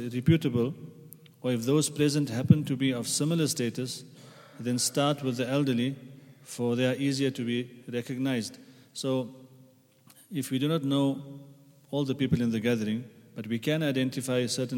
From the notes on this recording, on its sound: at the Houghton Masjid (West Street)